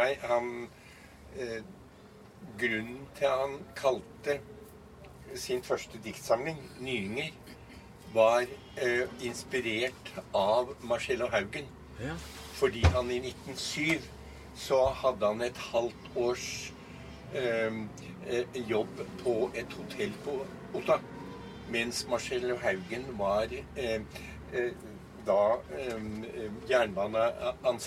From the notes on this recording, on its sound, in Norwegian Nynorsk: Ein heilt vanleg dag i ei gamal campingvogn på torget i ein norsk småby. Opptaket blei gjort i ei campingvogn frå 1978, midt på Stortorget i Lillehammer ein solfylt føremiddag under Norsk Litteraturfestival 2023.